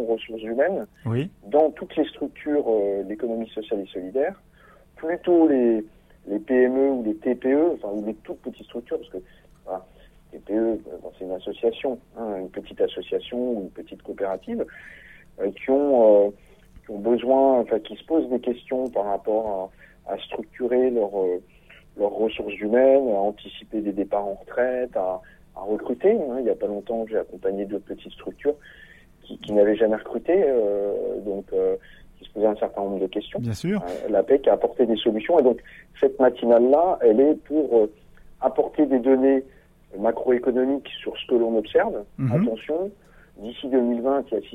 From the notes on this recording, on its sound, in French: Par t&eacute;l&eacute;phone. Bienvenue sur Radio CRESUS. (par téléphone).